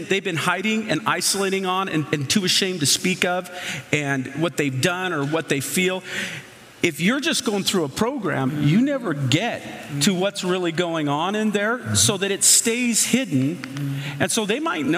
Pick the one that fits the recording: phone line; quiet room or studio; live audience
live audience